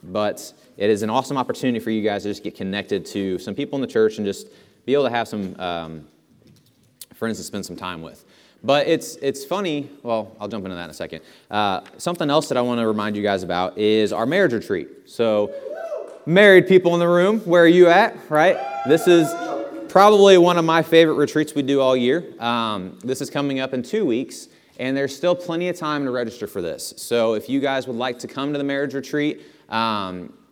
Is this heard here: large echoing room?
yes